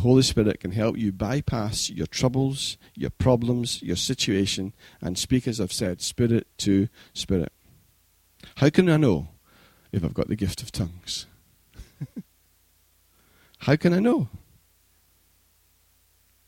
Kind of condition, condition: setting, large echoing room